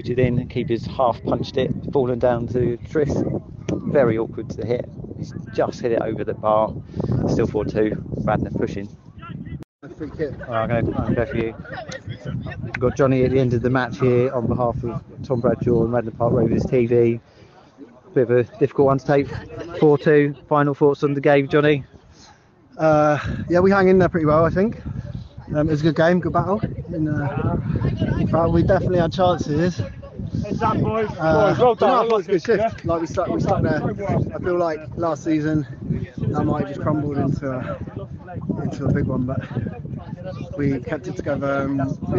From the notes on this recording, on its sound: From the touchlines. Does a live pod during the game and interviews a few of the lads in the process.